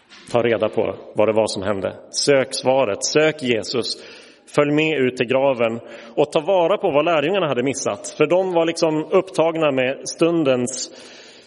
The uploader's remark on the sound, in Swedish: Inspelad i Roseniuskyrkan den 9 april 2023.